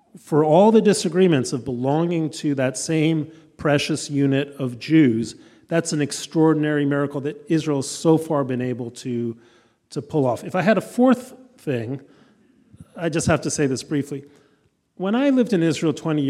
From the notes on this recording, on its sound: a recording of the live conversation